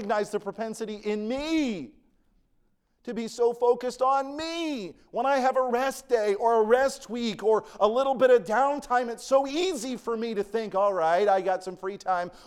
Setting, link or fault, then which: setting, large echoing room